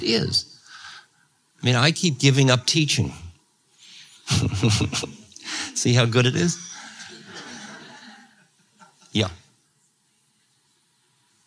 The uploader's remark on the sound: In this Q&A session from 1992.